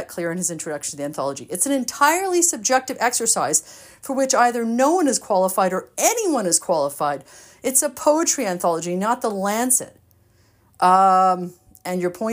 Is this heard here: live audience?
no